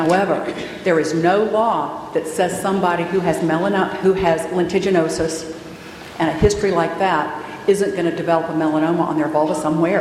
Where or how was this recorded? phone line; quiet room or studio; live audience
live audience